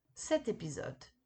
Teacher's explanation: Cet est utilisé pour faciliter la prononciation. Grâce au T, on va lier l'adjectif avec son nom.